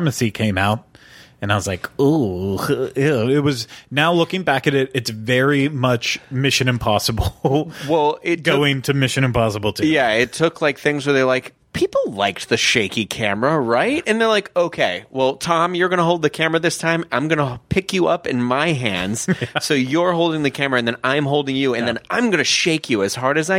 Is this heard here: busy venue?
no